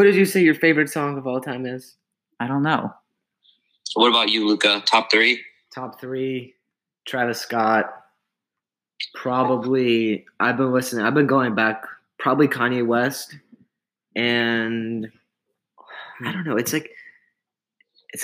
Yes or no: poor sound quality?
yes